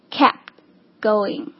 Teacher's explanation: kept 结尾是这个辅音 t，然后接下来它连接的这个动名词 going 是以这个 g 开头的对吧，所以我们把前面的这个 t 做略读的处理